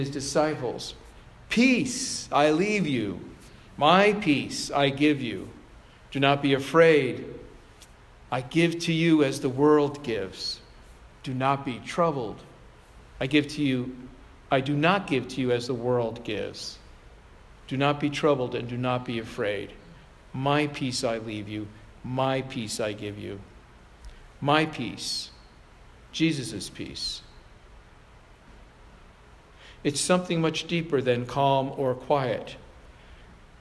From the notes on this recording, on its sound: Provocation delivered on July 9, 2017 at Sayville Congregational United Church of Christ.